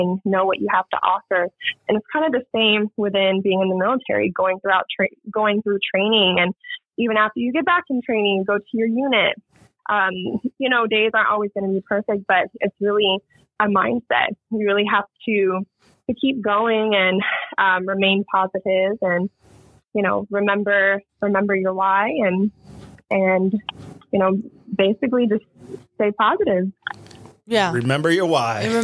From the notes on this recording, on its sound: we have a phone call with the remarkable